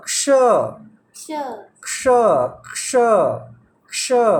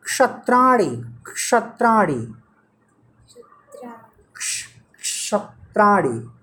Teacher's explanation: लिखते हैं ये के एस एच क्यों लिखते हैं हम क्योंकि ये क और मूर्धन्य श से मिलकर के बना हुआ है